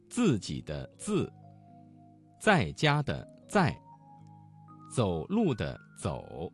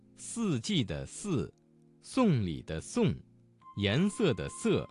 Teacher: 滋和呲要有爆破感，丝要有摩擦感